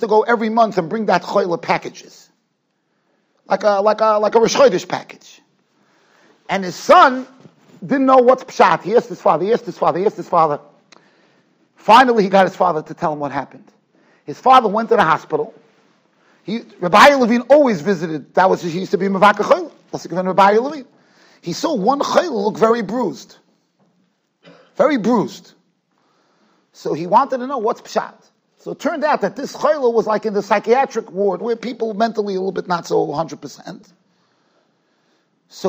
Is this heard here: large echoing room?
yes